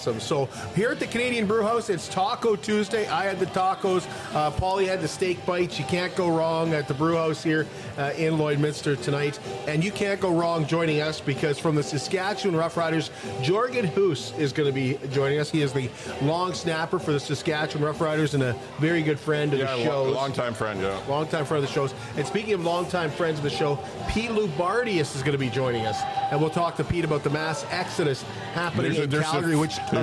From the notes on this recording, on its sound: Live from the Canadian Brewhouse. Tuesday Night Sports Show at the Canadian Brewhouse.